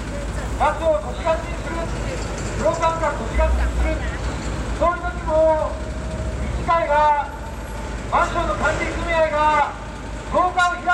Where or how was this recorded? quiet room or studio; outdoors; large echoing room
outdoors